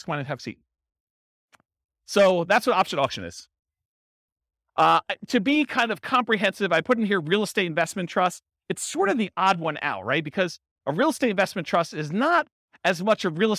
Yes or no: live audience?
yes